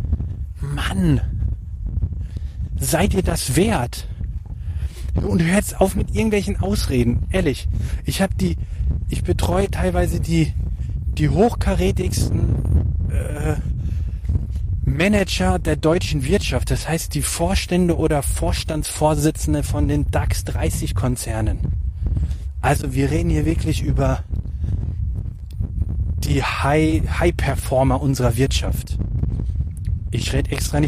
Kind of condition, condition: setting, outdoors